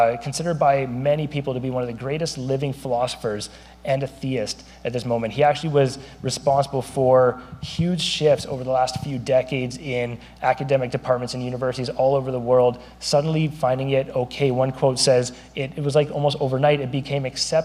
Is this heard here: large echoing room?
yes